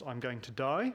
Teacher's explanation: the voice pitch rises at the end, but it does so in a smooth way